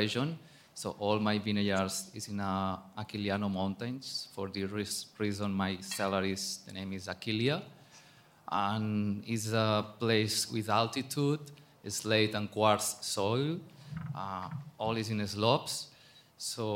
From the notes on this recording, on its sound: This episode of HRN On Tour comes to you live from Raw Wine 2022 in Maspeth, Queens. Hosts a wine tasting comprised of 6 wines from the Castlilla y Léon region of Spain.